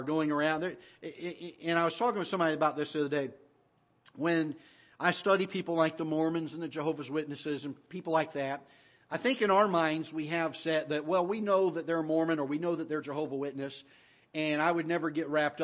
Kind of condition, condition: setting, large echoing room